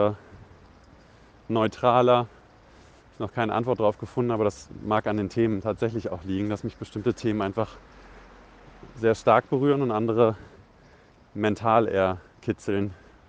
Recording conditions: phone or laptop microphone